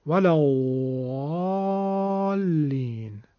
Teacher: زاد اصیل حجاز کش میاد و قطع نمیشه